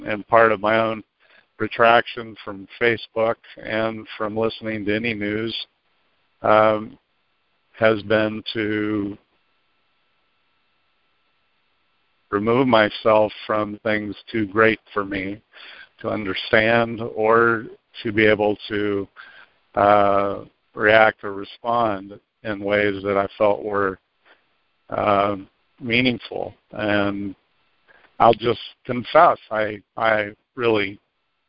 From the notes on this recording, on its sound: ACIM Saturday “Practical Application” Conference Call.